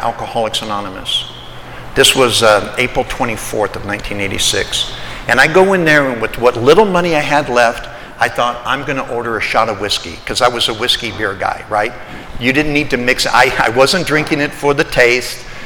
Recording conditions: live audience